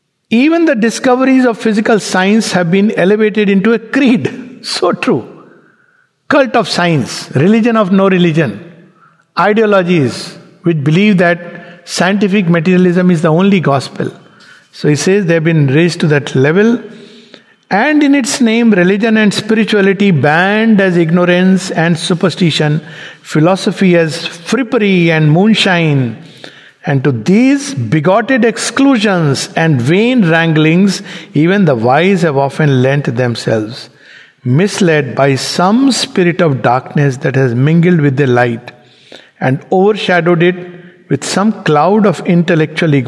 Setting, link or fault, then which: setting, large echoing room